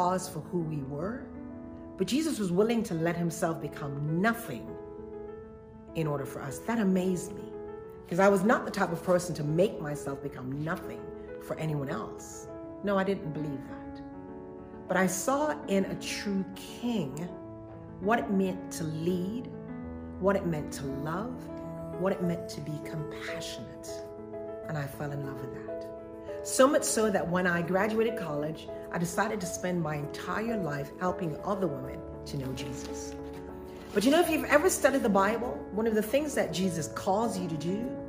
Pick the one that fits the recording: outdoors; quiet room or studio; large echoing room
large echoing room